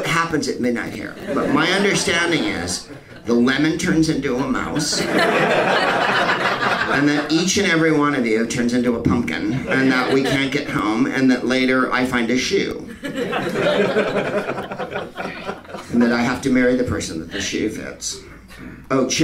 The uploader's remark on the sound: Live from the Happy Endings Comedy Club in Sydney